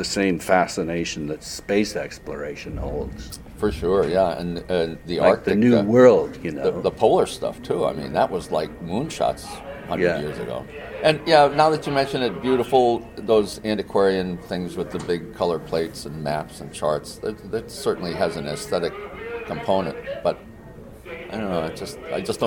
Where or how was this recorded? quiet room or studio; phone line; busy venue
busy venue